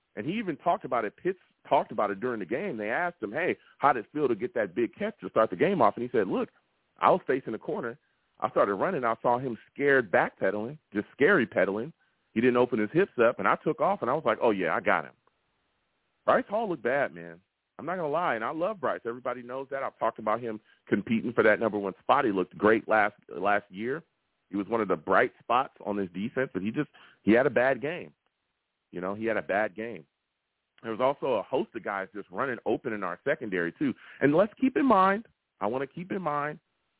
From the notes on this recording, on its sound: I will also take live callers!